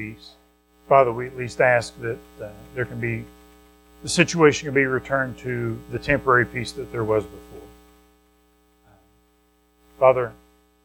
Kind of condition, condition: setting, large echoing room